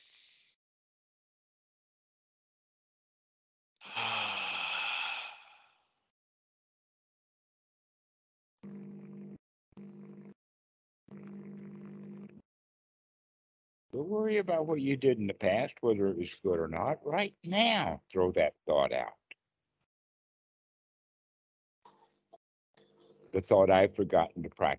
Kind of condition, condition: link, video call